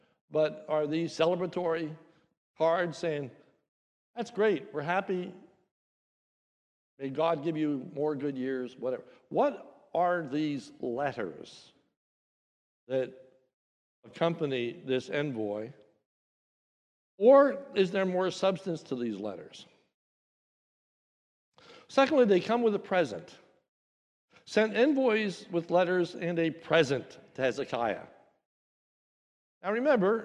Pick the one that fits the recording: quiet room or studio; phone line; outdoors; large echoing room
large echoing room